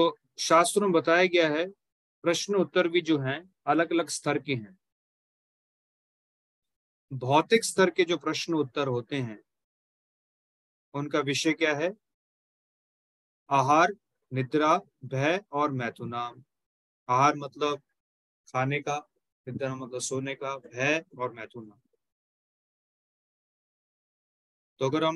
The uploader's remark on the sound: Zoom recorded session